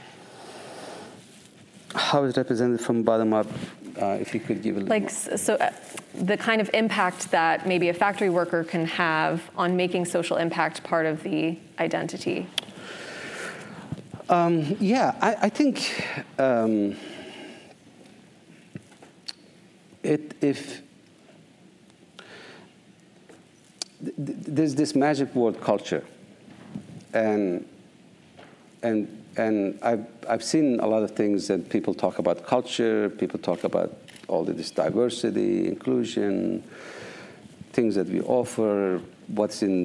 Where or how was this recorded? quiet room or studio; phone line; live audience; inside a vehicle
live audience